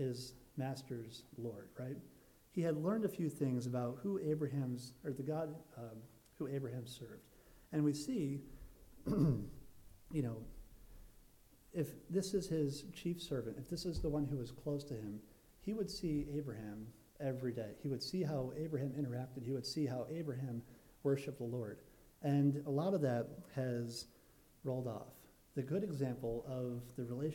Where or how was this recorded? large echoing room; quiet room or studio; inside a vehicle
large echoing room